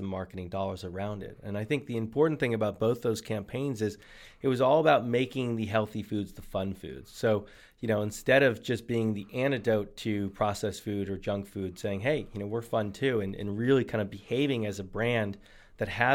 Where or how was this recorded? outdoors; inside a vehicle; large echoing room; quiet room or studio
quiet room or studio